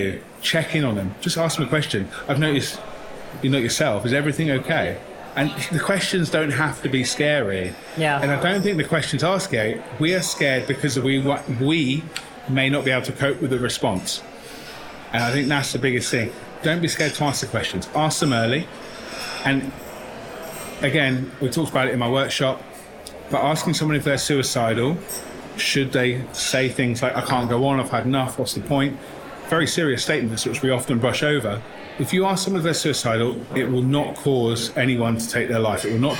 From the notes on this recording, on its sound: Live From The Salon Owners Summit 2023. This "Live From..." bonus episode was edited and mixed by Audio Z.